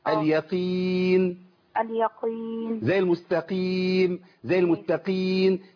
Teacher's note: القاف هنا مكسوره صح؟ وبعدها ياء يعني ضعيفه جدا. اليقين. · Term: قافات ضعيفه